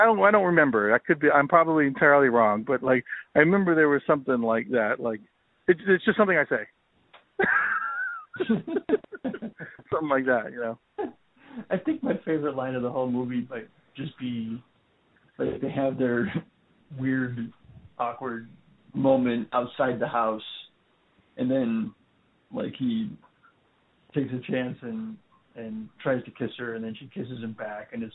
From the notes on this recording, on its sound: A special phonesode!